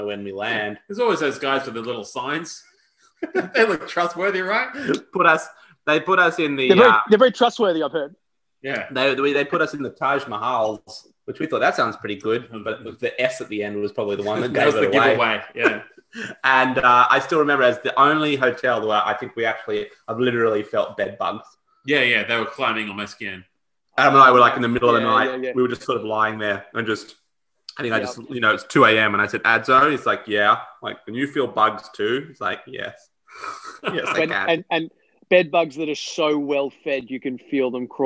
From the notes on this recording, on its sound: we Zoom'd like champions (spoiler alert: Zoom sucks)